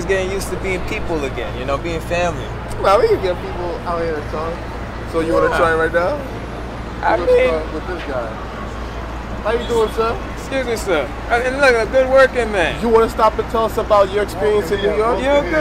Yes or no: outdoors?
yes